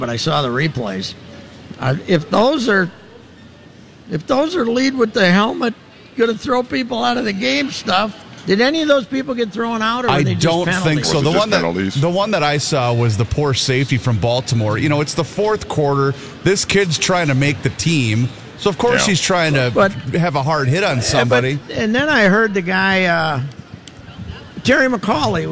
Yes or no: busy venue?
yes